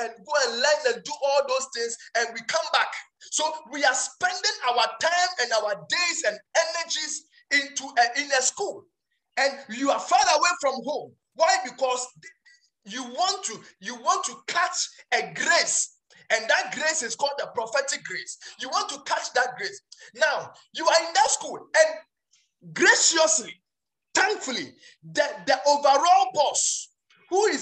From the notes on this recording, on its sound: Preached at Healing Room Rhema Night Service